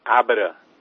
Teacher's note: ho pronunciem abre, eliminam una R